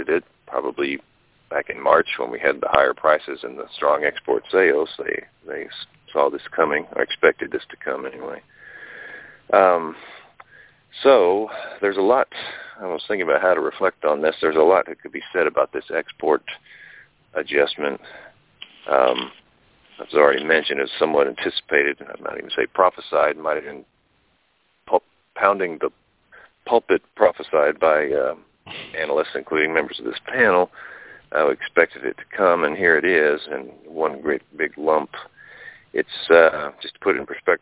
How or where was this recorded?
phone line